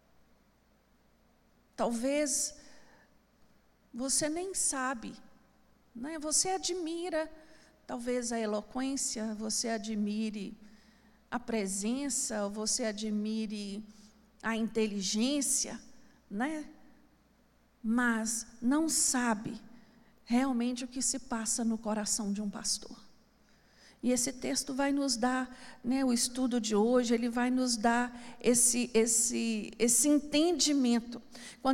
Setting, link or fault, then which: setting, large echoing room